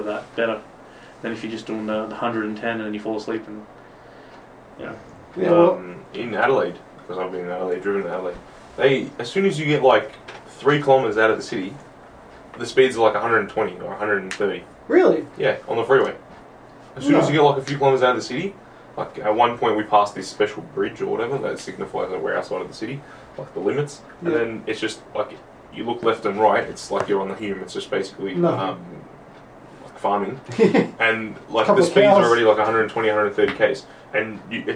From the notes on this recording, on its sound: this is the backup recording as the normal recorder had issues